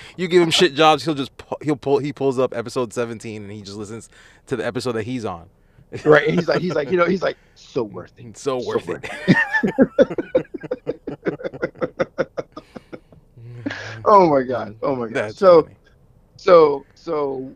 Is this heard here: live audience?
no